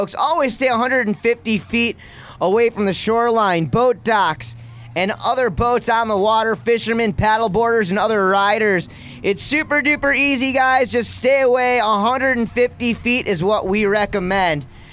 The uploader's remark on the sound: The Nautique Boats Masters LCQ (Last Chance Qualifier) went down at the Orlando Watersports Complex. Captures live audio and interviews with pro riders from the event.